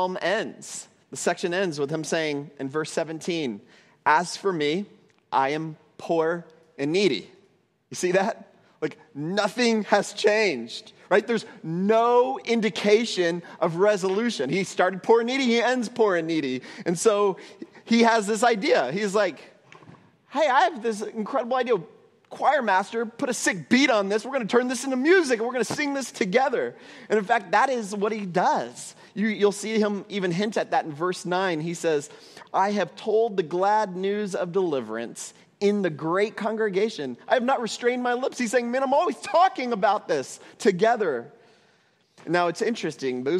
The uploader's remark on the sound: At Trinity Church, Puerto Rico.